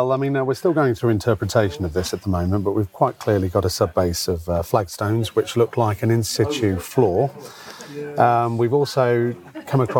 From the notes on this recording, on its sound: I revisit the site of Collyweston Palace on the day of an exciting find that emerged from the first in a series of on-site archaeological digs scheduled across the site during 2024. Recorded on location from the site.